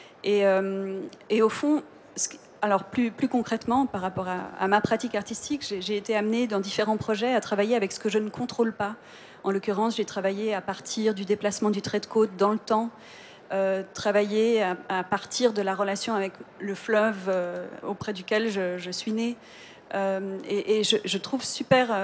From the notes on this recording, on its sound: Live round tables that took place in the art fair artgenève in early March 2022. This episode is part of a series of four live round tables that took place in the art fair artgenève in early March 2022. They took place in French.